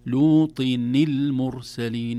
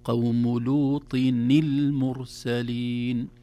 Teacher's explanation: إذن هذه النون هي نون التنوين التي التقت بالساكن بعدها فحركت الكسر